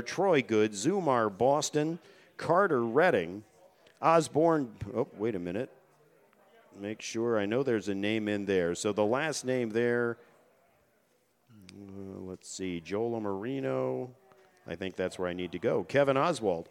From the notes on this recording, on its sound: Live from the deck at The New Bertie's Inn